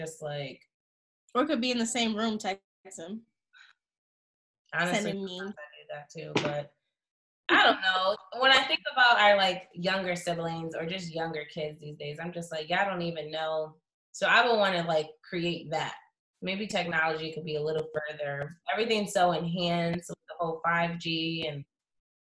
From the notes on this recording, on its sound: sorry for the quality this was a Zoom Meeting